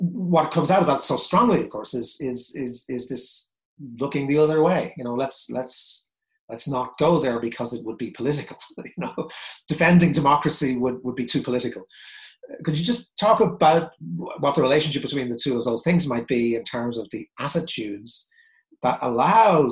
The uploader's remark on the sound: This talk was recorded at the online 5x15 event on 5th August 2020.